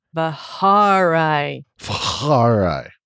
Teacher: Emphasis on the second syllable.